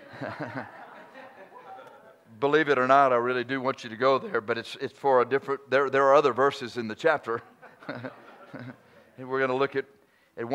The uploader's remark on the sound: preaches during our 11th Church Anniversary Conference